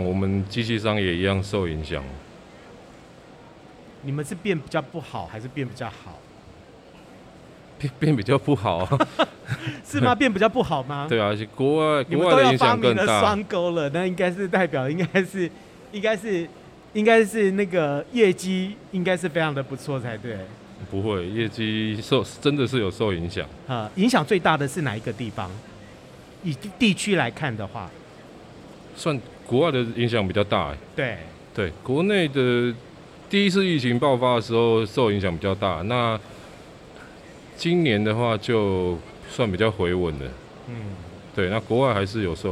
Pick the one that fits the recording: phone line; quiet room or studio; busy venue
busy venue